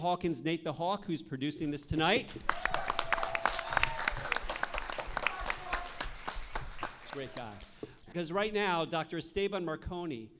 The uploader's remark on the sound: In this special live episode. This panel discussion was part of a music industry event that took place at William Paterson University in November, 2016.